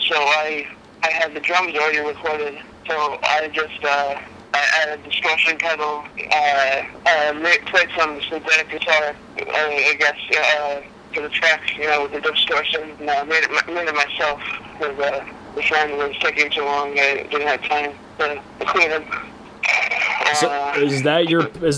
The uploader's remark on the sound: on the phone